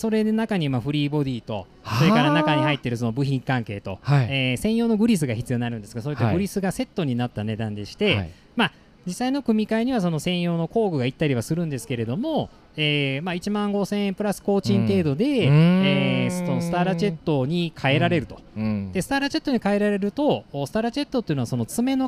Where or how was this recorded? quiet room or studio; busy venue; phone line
busy venue